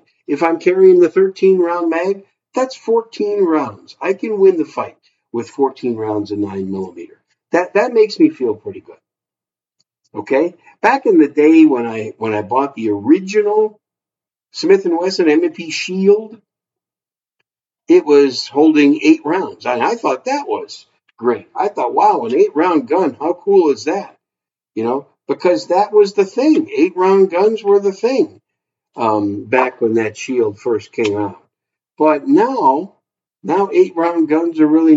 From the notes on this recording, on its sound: Sorry about the audio quality.